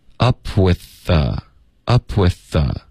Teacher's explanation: with 的这个 th 的音跟 the 的这个 th 的音我们就发一个 the 就够了